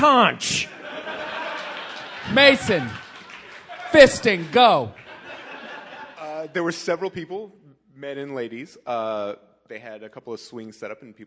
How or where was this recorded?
live audience